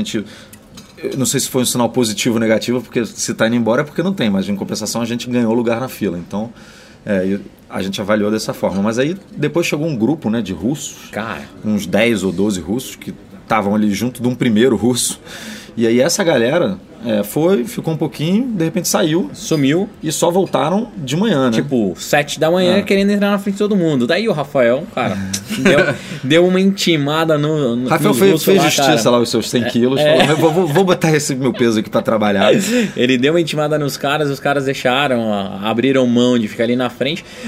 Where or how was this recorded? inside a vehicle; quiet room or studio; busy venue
busy venue